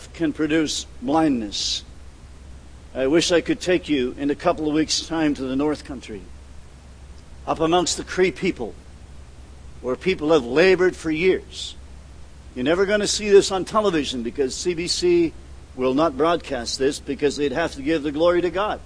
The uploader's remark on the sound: at The People’s Church of Somerville, NB on the evening of June 15, 2014